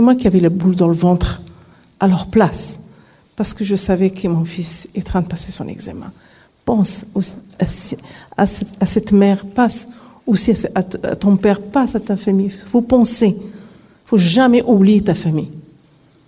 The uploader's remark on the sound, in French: À la Salle Bizet de Vauvert à l’invitation du collectif du printemps de l’éducation contre le racisme et les discriminations en petite camargue. Nous avons eu la chance d'enregistrer l’intégralité de sa conférence. D’une heure d’échanges (questions réponses) avec le public venu malheureusement trop peu nombreux.